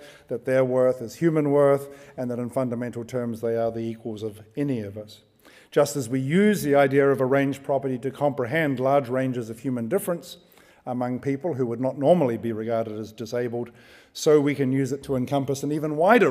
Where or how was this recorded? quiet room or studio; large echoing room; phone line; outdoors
large echoing room